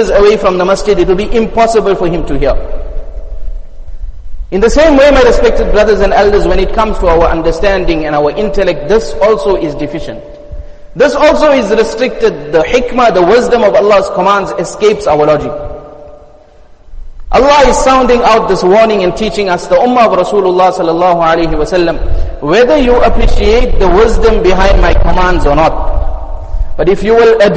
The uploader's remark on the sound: Jumuah Lecture Masjid us Saliheen.